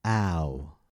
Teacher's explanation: Let's begin with the most common pronunciation of OU, ow. This vowel sound is a combination of ah and oo.